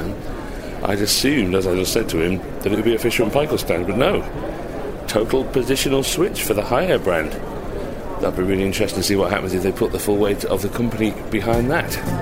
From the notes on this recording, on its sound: This is the first of two special episodes of the show coming to you live from the NEC and kbb Birmingham 2022.